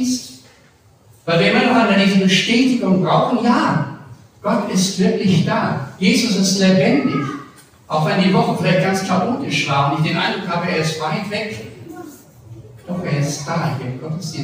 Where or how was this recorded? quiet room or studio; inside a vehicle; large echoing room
large echoing room